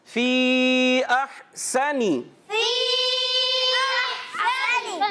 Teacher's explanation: ہا کی آواز حلق کے درمیان والے حصے سے اور سین کو بھی کلیئر کرنا ہے